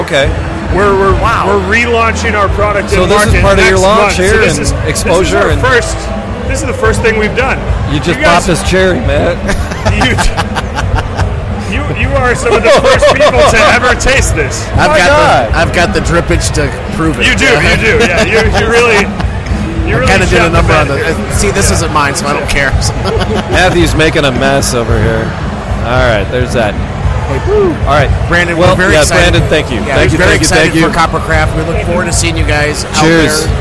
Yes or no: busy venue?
yes